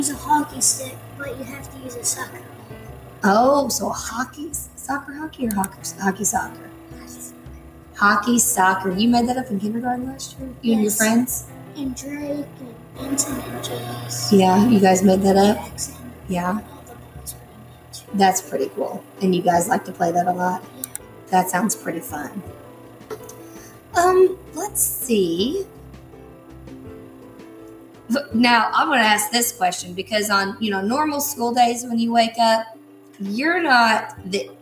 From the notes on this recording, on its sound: I apologize for the loud noise in the background. I think we have it figured out, so it will hopefully be fixed tomorrow.